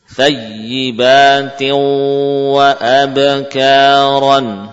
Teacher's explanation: Walaupun bibir melafadzkan wawu, namun hidung juga mengalirkan gunnah. · Term: idgham bi gunnah